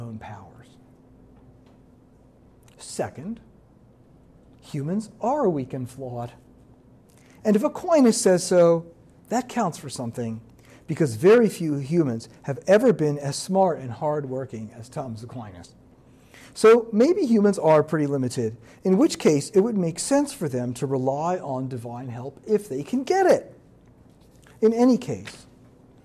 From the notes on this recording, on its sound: This lecture was given on September 11, 2023, at the University of Maryland